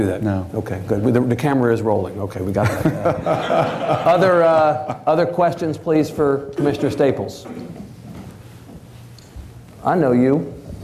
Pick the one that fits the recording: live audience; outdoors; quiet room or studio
live audience